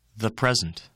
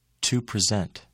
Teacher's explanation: the nouns are stressed on the first syllable. The verbs are stressed on the second syllable.